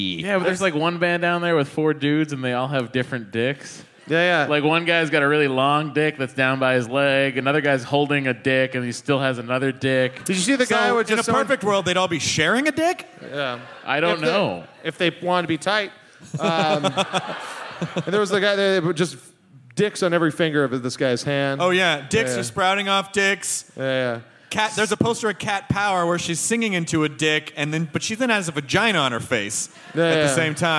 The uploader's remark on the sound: Recorded on March 30, 2012 at The Varsity Theater in Minneapolis.